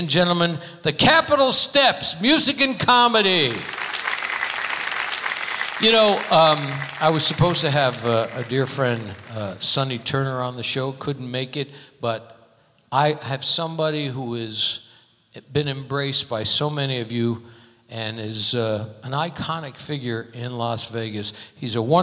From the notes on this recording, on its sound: Live at the South Point Casino